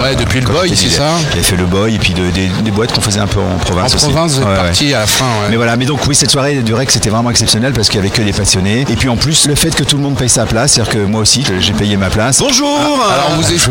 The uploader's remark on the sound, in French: En direct du Dock B à Pantin